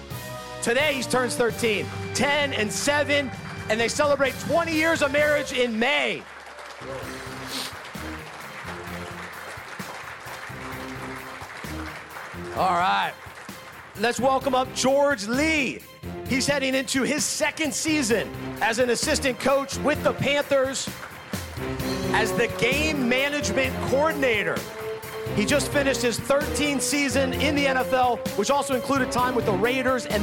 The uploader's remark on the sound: This edited audio was taken from "Super Saturday X", a special event put on by UNPACKIN' it the day before the Super Bowl.